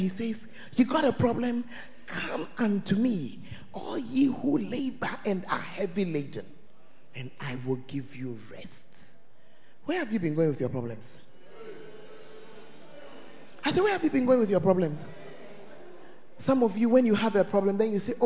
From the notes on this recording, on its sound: Preached At First Love Center, Ayeduase (Tuesday Service)